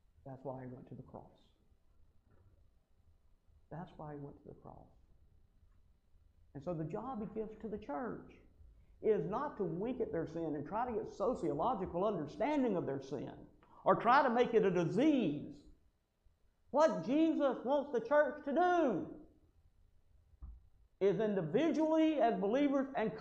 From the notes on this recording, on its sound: Podcast Recorded Live From The Worship Services Of The Stanton First Church of God in Stanton, Kentucky.